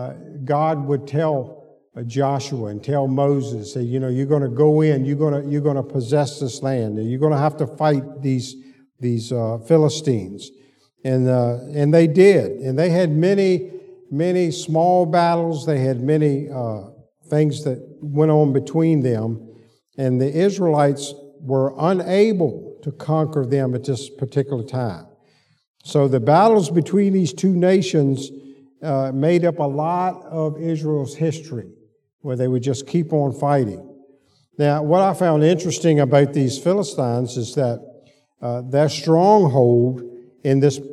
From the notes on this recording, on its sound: Sunday school lecture